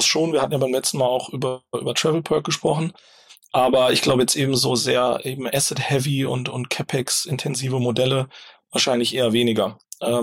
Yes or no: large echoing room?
no